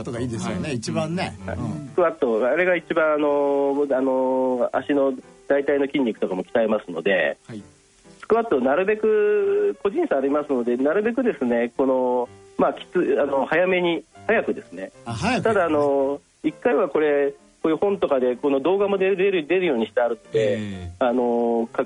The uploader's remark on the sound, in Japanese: 電話インタビューの模様をお聞きいただきます。尚、この音声は、オンエアーでは放送してない部分を含め配信しております。